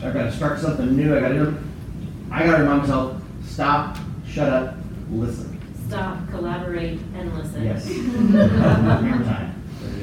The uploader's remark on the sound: ag teachers at the 2018 NAAE Conference